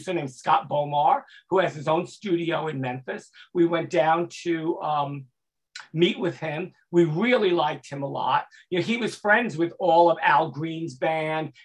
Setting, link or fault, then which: link, video call